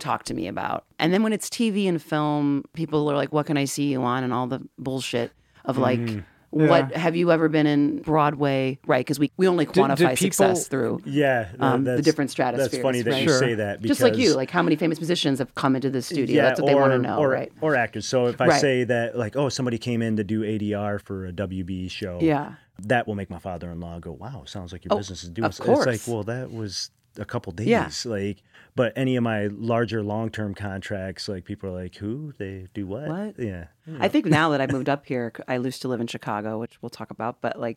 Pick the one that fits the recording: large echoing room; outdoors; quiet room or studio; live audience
quiet room or studio